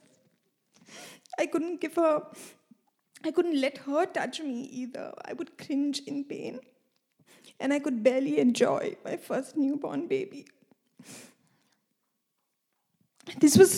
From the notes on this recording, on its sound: This message was recorded live at our Malmö Gathering on Sunday, August 6th, 2023.